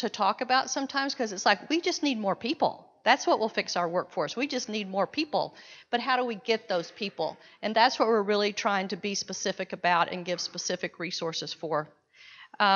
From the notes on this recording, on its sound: Town Hall Presentation. Doing RC2C from San Antonio at the 42nd annual TAAP Conference in San Antonio, TX.